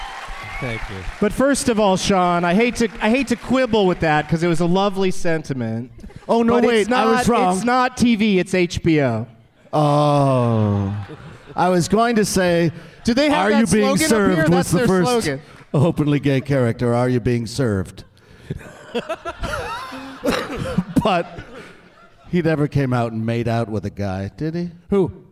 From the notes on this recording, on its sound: Live from the Royal Theatre in Toronto